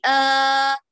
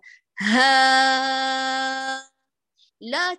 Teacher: لو أردت إطالتها إلى ما لا نهاية، تطول معك إلى أن ينتهي الزفير معك، فتقولي هكذا ها، لا للخيشوم تنتهي، ولا لمخرج المحقق، ولا للحلق تنتهي، لا، هي نهايتها بانتهاء الهواء، فصوتها محرر كأنها مفتوحة · Term: حروف مد